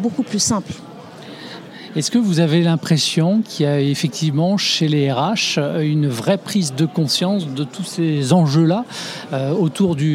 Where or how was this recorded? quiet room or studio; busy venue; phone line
busy venue